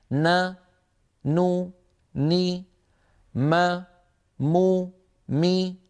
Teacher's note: إذن تكون الغنة ناقصة في النون والميم المخفاتين، وتكون الغنة أنقص ما تكون يعني أقصر ما تكون في النون والميم المتحركتين، كل ما رأينا نون متحركة ميم متحركة فغنتها أقصر ما تكون